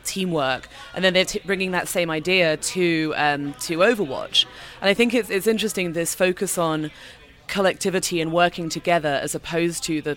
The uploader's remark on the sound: This time we do a quick and dirty live report from BlizzCon 2014.